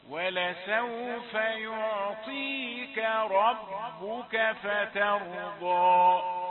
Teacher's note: يعطيك كاف رقيقة ثم تأتي الراء مفخمة